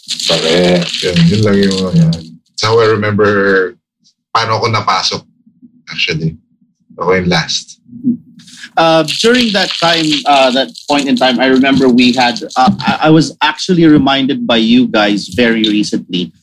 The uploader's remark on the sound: Behind the Song was produced, recorded, and distributed under quarantine by Big Baby Studios. Do excuse the not so great audio, this episode was recorded over Zoom.